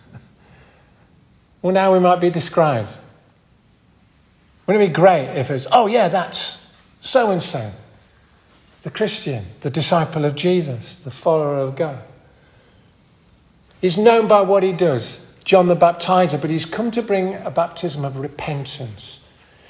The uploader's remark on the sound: This audio recording was taken at the 10:30 Communion service at Hardraw Church, , North Yorkshire.